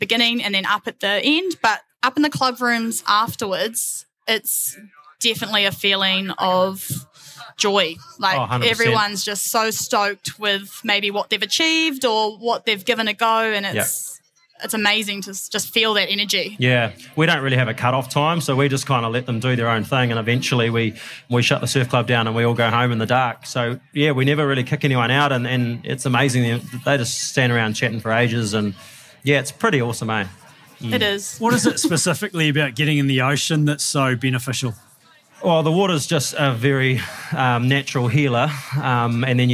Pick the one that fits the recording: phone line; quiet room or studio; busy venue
busy venue